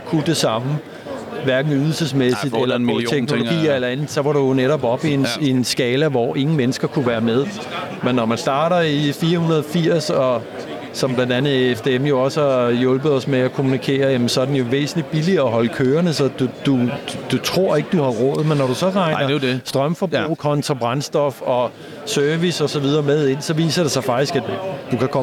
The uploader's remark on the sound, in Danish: Vores mission på dette års eCarExpo 2023 var at møde nogen af de brands, start-ups, muligheder og bilmærker som hele bølgen af elbiler har ført med sig. Episoden er optaget på branchedagen på eCarExpo.